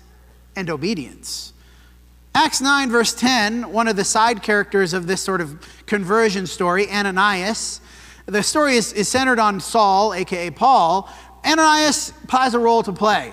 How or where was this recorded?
large echoing room